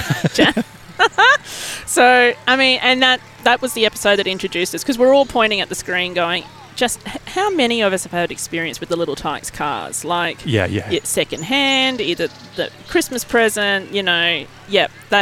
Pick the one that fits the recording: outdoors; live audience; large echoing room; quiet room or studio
outdoors